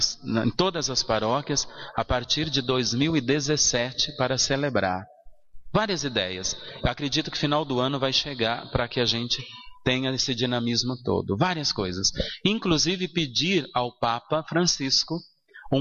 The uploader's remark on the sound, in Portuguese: na Igreja São Sebastião em 05/07/2016